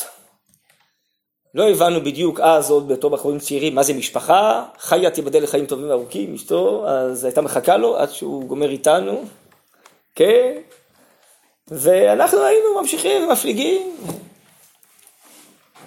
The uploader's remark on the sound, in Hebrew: הוקלט בישיבת שדרות